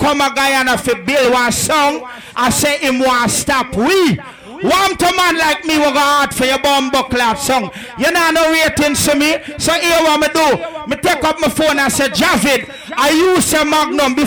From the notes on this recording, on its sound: LIVE IN CRANE